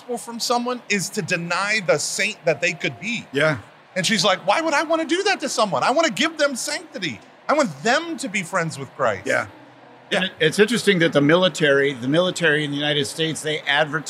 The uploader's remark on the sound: recorded at the SEEK24 conference this past January.